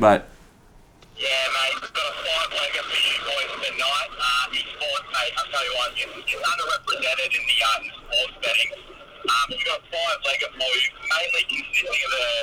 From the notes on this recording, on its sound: We then hit the phone lines to get some bets from listeners